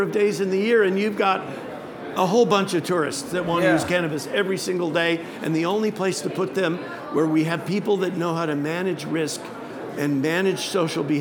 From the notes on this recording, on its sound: Recorded live at New West Summit 5.